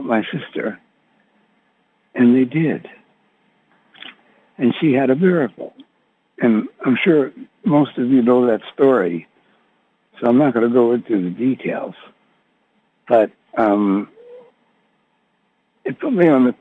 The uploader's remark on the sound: Conference Call LIVE.